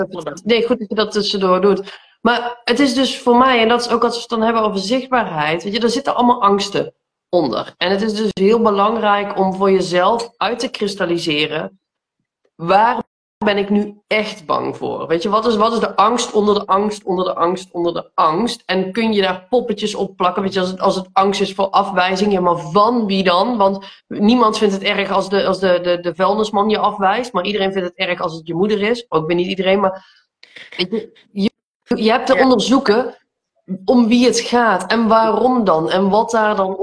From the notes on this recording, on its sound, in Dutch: Deze aflevering komt uit een Instgram live